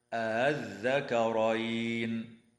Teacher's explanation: الوجه الثاني تسهيل همزة الوصل من غير مد، هكذا الذكرين.